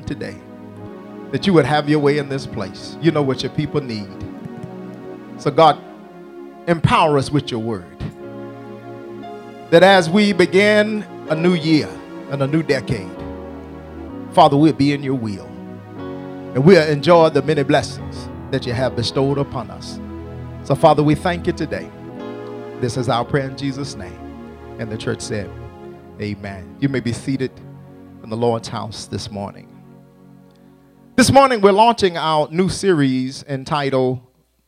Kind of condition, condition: setting, large echoing room